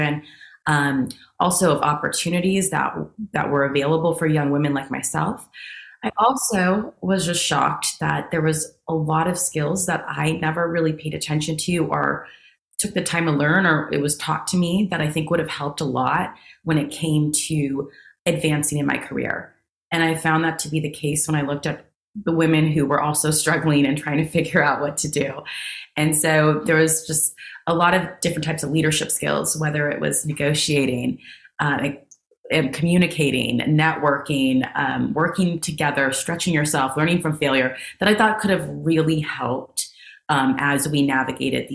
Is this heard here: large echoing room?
no